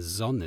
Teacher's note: Bei dieser sehr engen Annäherung der Stimmlippen entstehen Kräfte, die den Luftstrom in eine Folge periodischer Schwingungen versetzt, Klammer auf, Bernoulli-Effekt, Klammer zu. Es entsteht ein stimmhafter Konsonant, der durch enge Bildung zwischen Zungensaum und Alveolenrand einen Laut erzeugt. Das stimmhafte, weiche S.